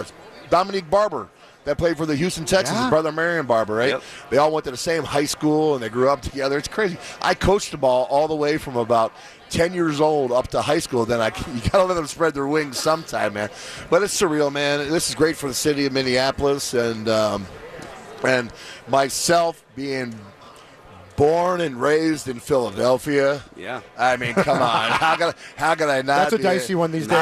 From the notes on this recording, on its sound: live from Radio Row all week